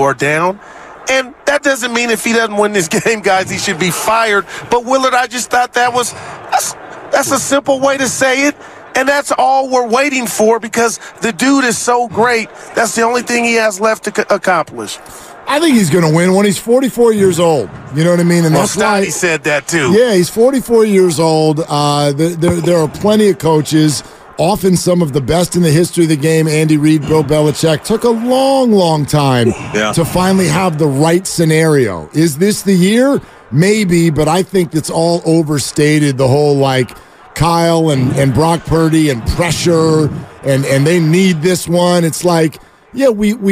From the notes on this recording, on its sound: LIVE from Radio Row in Las Vegas ahead of the Super Bowl.